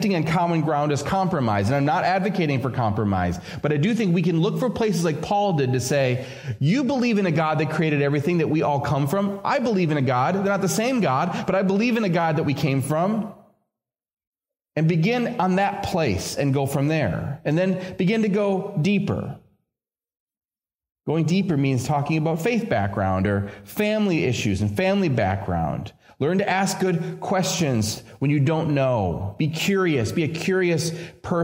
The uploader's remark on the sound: This episode features a sermon originally preached at Community Evangelical Free Church of Harrisburg, Pa.